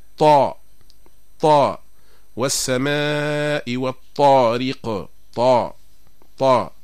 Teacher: ففي الطاء ترتفع مؤخرة اللسان ويضيق المخرج، وهذه صفة الاستعلاء